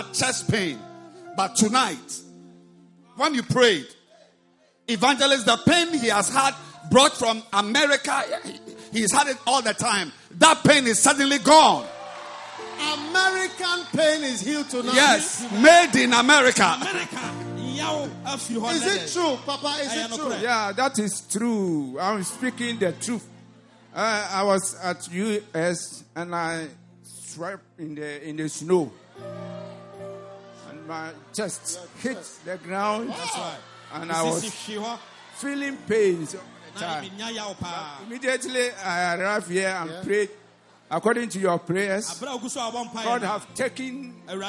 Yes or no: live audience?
yes